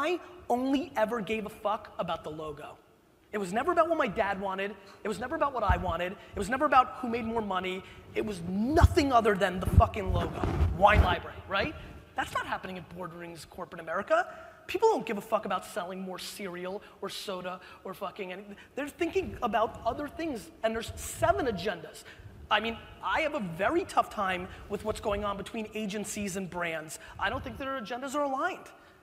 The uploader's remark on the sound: Keynote in San Francisco - 2013. Is a throwback keynote/fireside chat I gave in San Francisco in 2013!